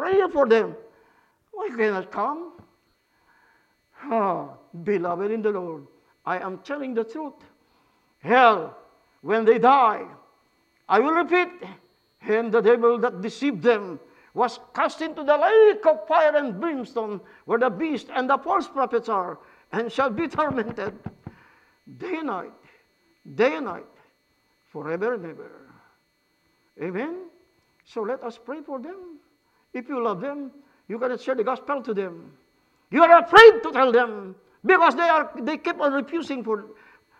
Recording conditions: large echoing room